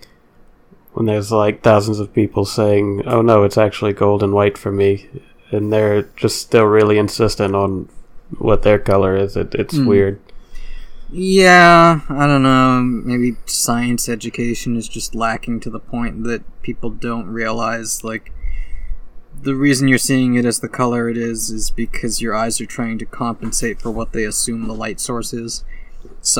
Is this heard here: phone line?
no